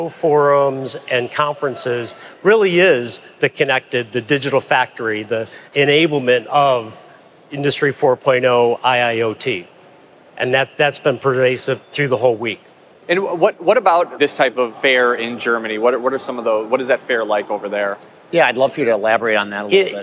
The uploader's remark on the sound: Recorded live from the final day of the show. Over 130,000 registered attendees.